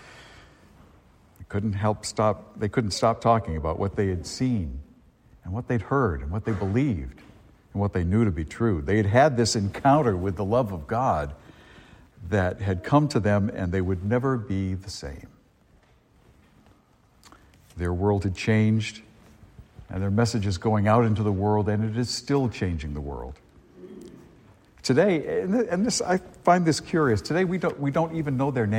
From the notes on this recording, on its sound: A homily delivered at Star of the Sea church in Salisbury, Massachusetts, on Christmas Day, 2023.